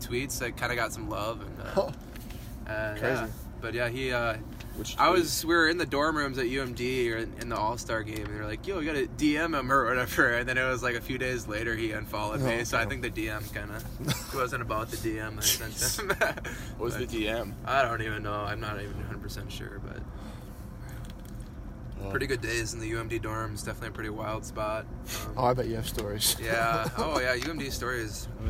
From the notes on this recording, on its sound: LIVE from Weaver Lake. Hits the record button on a boat in the middle of Weaver Lake.